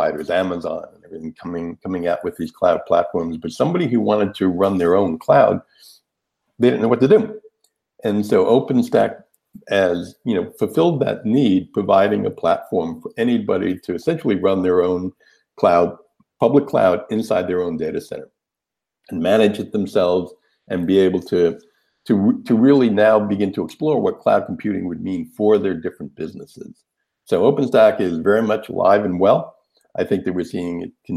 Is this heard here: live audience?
no